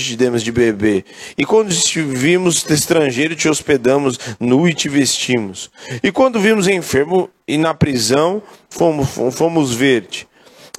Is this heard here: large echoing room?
yes